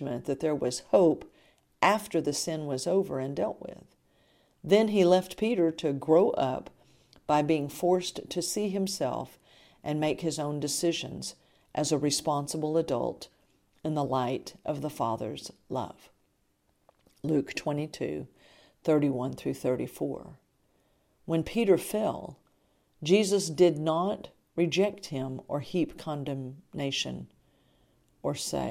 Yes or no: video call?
no